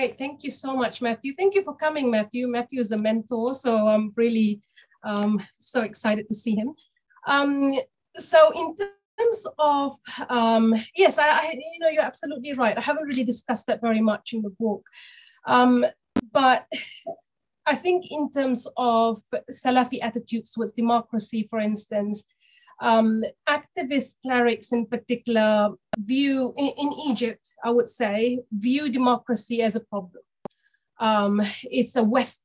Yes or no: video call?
yes